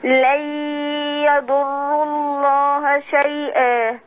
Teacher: دخلتي النون في الياء. وانت بتدخلي النون في الياء ادي بقى الغنة